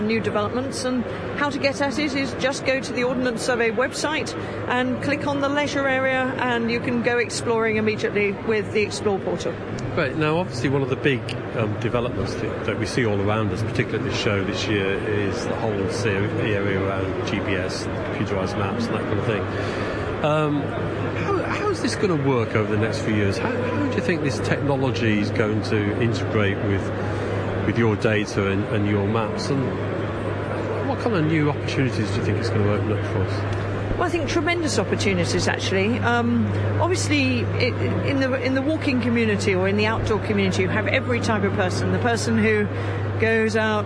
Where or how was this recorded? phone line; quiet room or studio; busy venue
busy venue